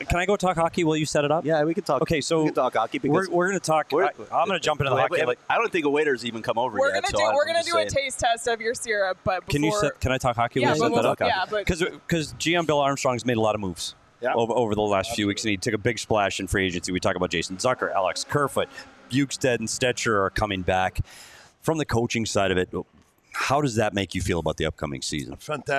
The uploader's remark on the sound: live at the Ice Den Scottsdale